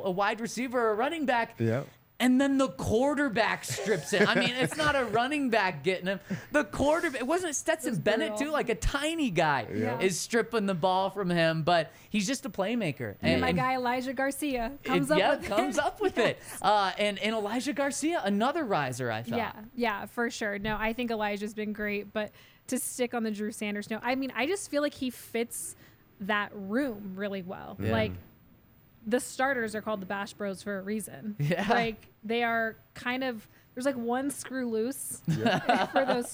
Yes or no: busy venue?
yes